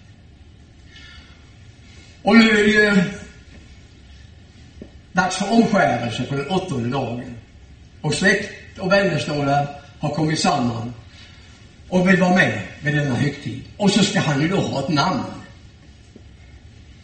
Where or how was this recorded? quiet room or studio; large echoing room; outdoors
large echoing room